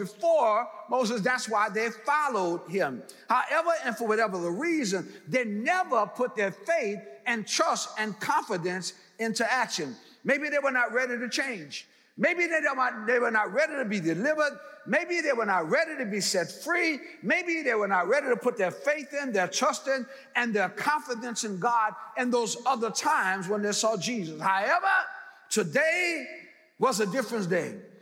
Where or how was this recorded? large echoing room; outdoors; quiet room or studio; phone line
large echoing room